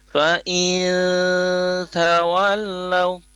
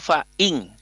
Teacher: Fa'in tawallau di sini diawali dengan fa'in, ya, ada nun sukun, kemudian tawallau ada huruf ta di depannya. Jadi nun sukun bertemu ta itu ikhfa dan ditahan sebentar, ya, ada dengungan di situ selama dua harokat · Shown in: first take · Fa'in tawallau, yang perlu diperhatikan di sini adalah melafazkan nun sukun bertemu ta itu tidak harus dengan fa'ing, tidak semua ikhfa itu dibaca jadi fa'ing tawallau misalnya.